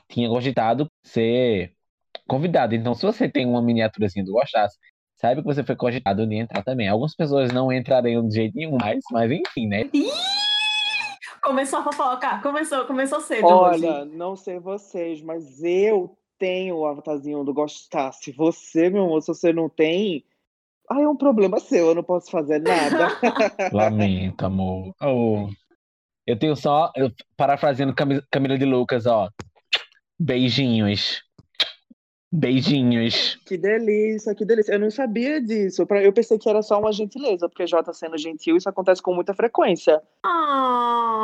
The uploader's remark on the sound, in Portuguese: Esse episódio foi gravado remotamente.